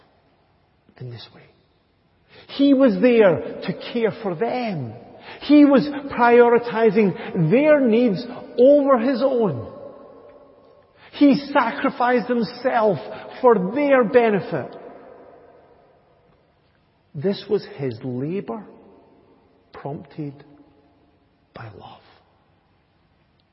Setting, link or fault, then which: setting, large echoing room